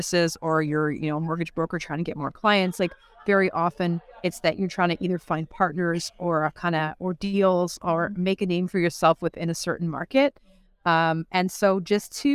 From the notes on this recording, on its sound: live from the REWBCON